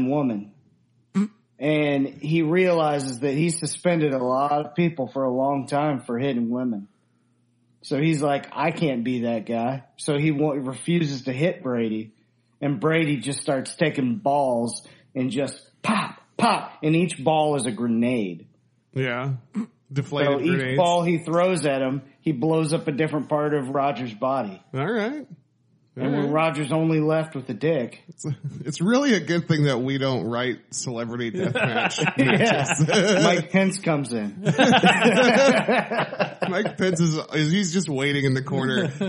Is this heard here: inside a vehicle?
no